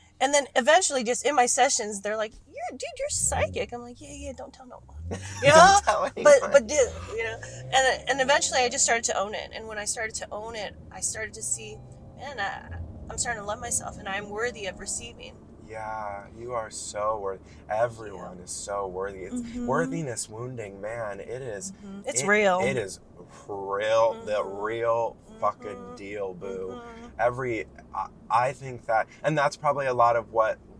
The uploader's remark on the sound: joins me in the car